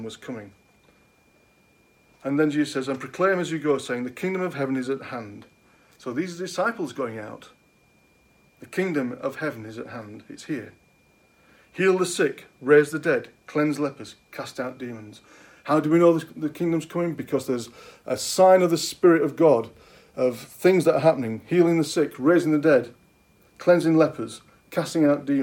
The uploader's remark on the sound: At King's Church, Cockermouth, as an audio file.